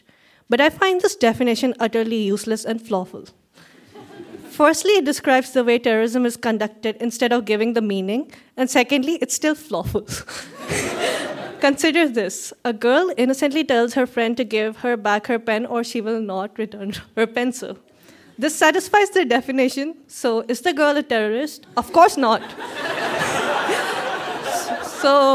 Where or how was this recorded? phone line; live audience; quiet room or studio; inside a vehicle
live audience